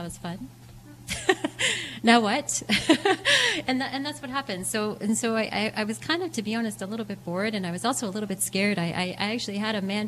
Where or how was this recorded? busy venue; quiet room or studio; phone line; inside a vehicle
busy venue